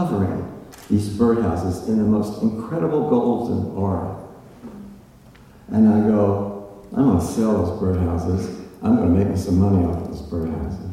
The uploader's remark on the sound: live on stage at Alberta Abbey for live storytelling with Portland Story Theater